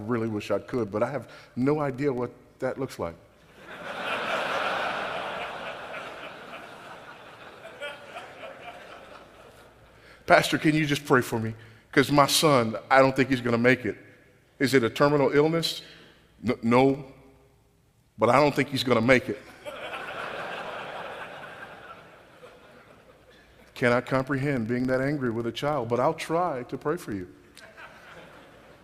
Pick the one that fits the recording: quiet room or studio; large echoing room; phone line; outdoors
large echoing room